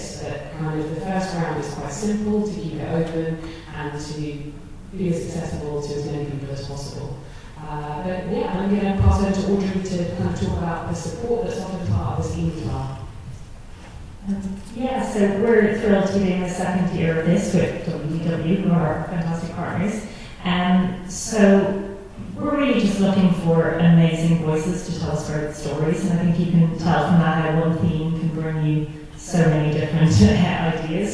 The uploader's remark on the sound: To present a special in-person information session and screening on Thursday, 9th February 2023 at the Stella Theatre in Rathmines. We apologise for the quality of the audio from this live event.